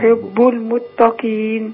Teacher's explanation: الياء المضمومة يو وليس ياء